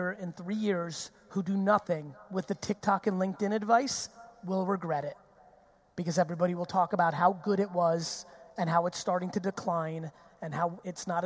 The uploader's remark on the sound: Melbourne 2019 Keynote. This episode is a fire keynote I did in Melbourne a few weeks ago.